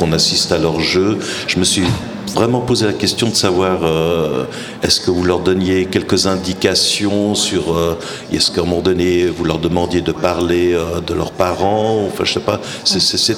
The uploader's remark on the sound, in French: En direct du festival Black Movie.